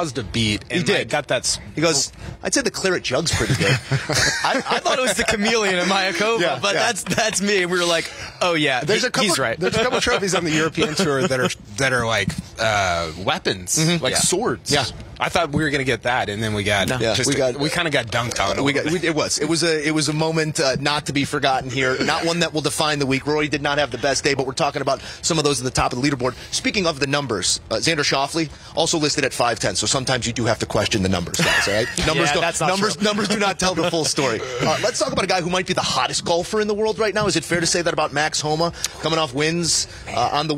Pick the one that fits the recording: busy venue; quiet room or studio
busy venue